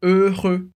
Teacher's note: Para dizer feliz, a gente diz heureux. Então a gente tem duas vezes o som e com R no meio. Por isso, heureux.